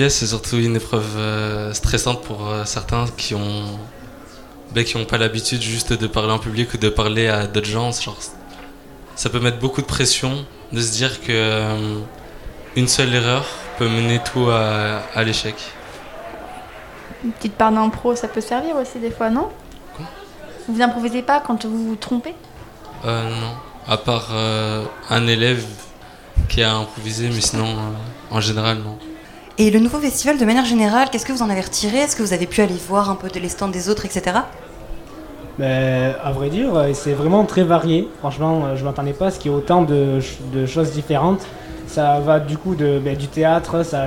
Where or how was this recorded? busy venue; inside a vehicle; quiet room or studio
busy venue